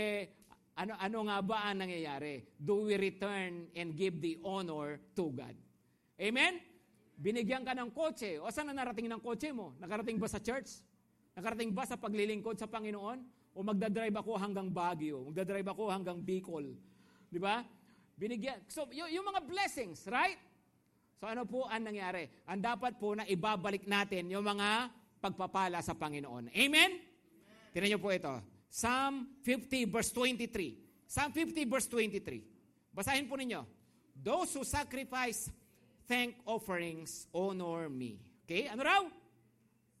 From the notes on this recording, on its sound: Preached last August 6, 2023, at Grace Testament Church's 5pm worship.